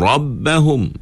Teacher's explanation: Rabbahum ini ra tebal pula.